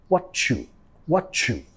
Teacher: I see what you, vamos a vincular metiendo sonido ch, ch, what you, what you.